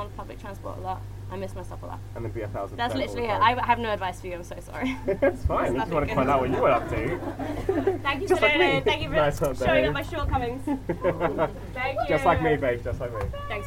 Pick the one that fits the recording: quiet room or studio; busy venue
busy venue